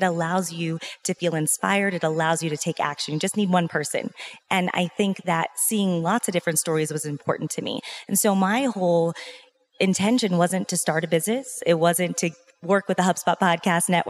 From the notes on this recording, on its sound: live conversation at Podcast Movement